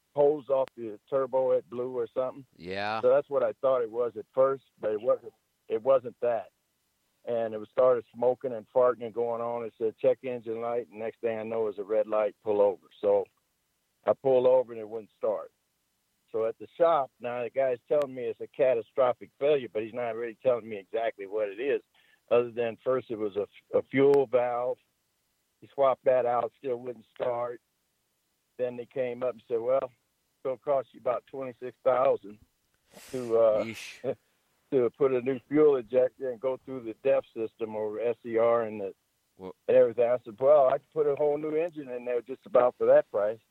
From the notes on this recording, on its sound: Call in Question and Answer Show